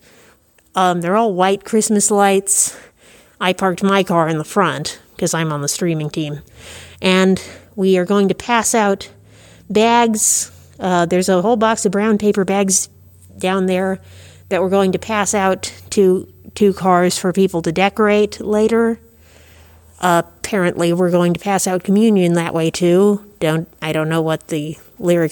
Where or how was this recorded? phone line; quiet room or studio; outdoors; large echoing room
large echoing room